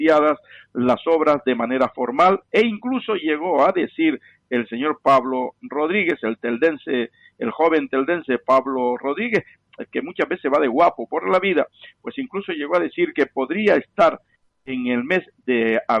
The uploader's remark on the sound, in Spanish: Cuenta con la importante participación de los oyentes que llaman por teléfono para denunciar casos significativos o para alertarnos de noticias que suceden al instante. También se suelen recibir algunas llamadas de canarios u otras personas residentes en la geografía peninsular y en distintos países extranjeros que nos escuchan a través de Internet.